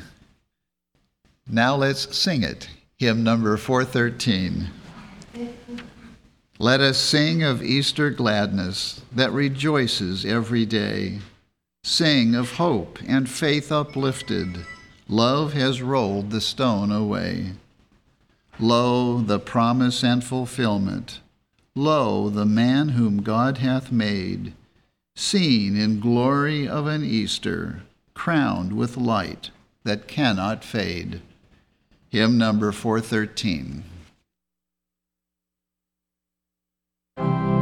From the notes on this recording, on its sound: The Sunday service audio from April 4th, 2021